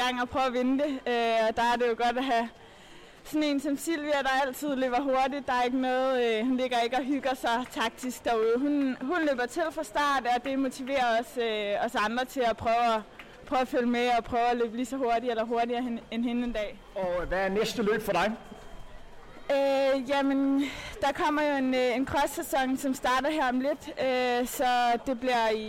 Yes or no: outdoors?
yes